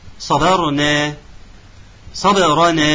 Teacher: أن نفصل الصاد عن الباء فتكون صا، الصاد طبعا مفخمة، الباء مقلقلة